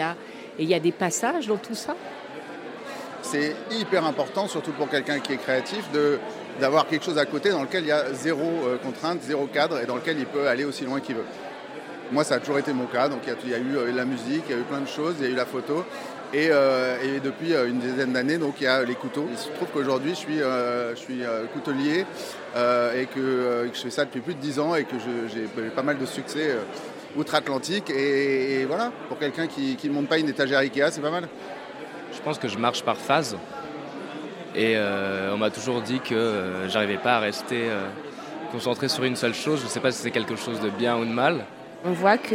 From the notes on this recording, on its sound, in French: Nous débutons notre série par une balade sonore enregistrée lors du vernissage de l'exposition Mets la face B au Studio Zorse, qui mettait en lumière 11 artistes multipotentiels.